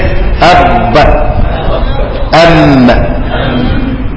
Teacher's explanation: يبقى الشفتين بانطباق باء وميم